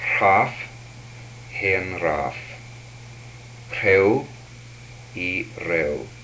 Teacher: These are aspirated and unaspirated central approximants.